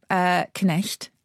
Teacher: we used to pronounce the K, Knecht, and then Knight. Gradually got lost because we simply couldn't get our tongue round it